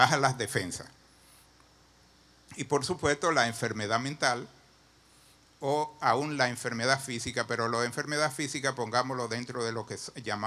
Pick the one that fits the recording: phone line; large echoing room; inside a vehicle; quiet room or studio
large echoing room